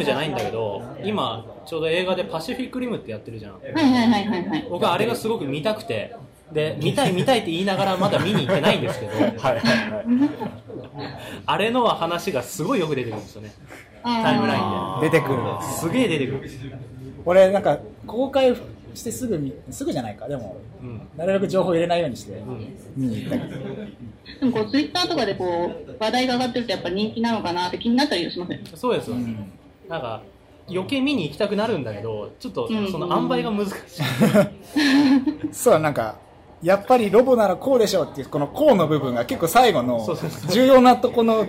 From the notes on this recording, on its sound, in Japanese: 公開収録＆生放送